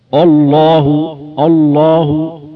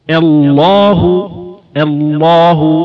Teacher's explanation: نرقق الهمزة ونفخم اللام بحيث لا يصل الترقيق إلى حد الإمالة · Shown in: second take